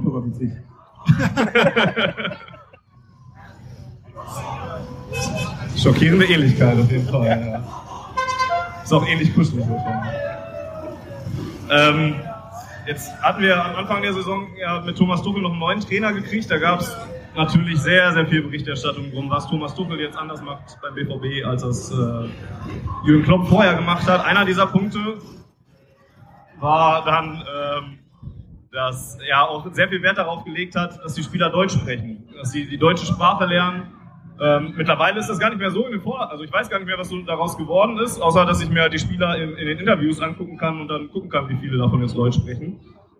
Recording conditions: poor sound quality